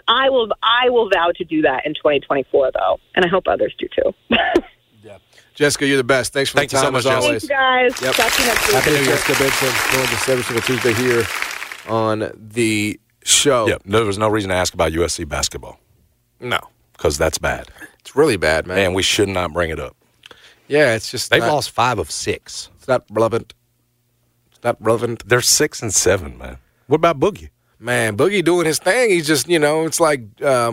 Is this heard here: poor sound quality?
no